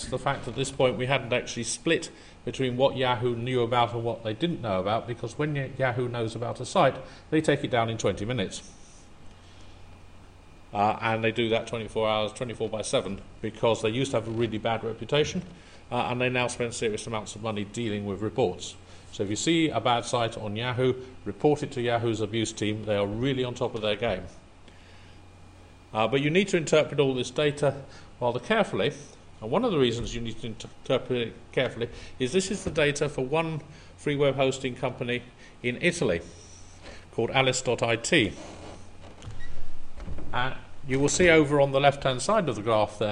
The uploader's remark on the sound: A recording from EuroBSDCon 2009